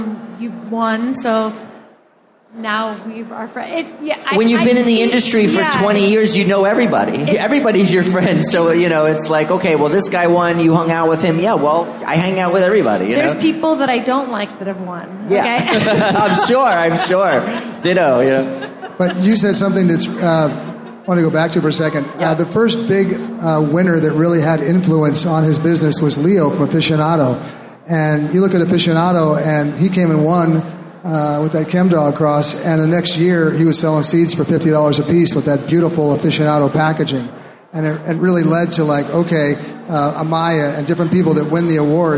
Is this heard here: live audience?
yes